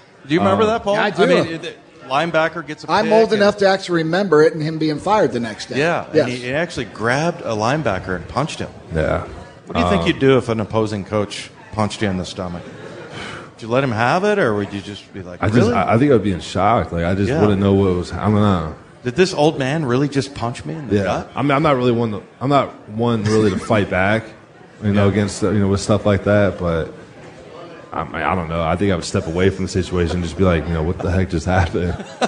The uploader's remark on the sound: Live at Pearl Seafood and Oyster bar